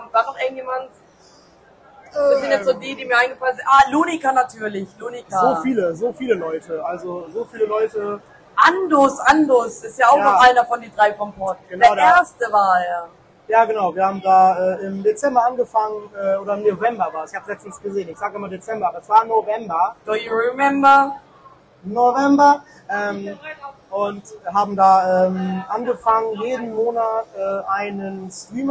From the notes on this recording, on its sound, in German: LIVE auf der Gamescom 2023! Am Stand der Controller Bandits in Halle 10.2.